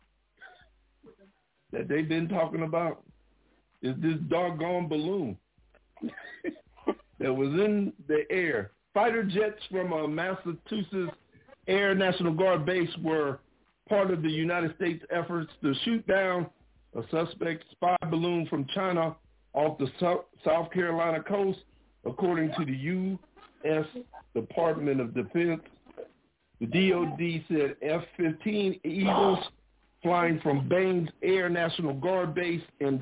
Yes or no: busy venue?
no